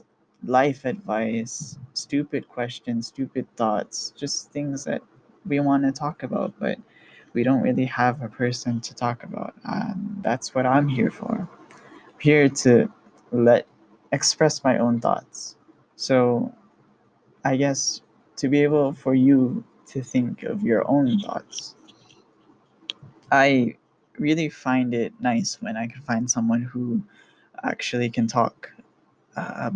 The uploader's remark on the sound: The quality of the microphone isn't all that great